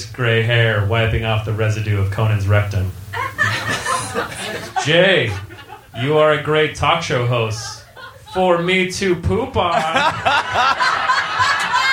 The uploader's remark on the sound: Recorded live at Union Hall, Brooklyn.